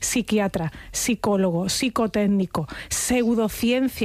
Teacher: Palabras que escribimos con PS, pero pronunciamos con S.